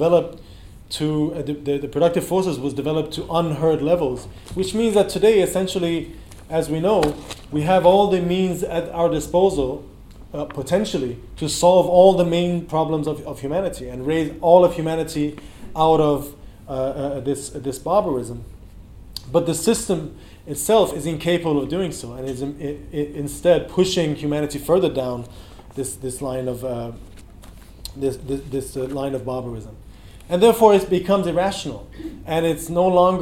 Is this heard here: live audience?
yes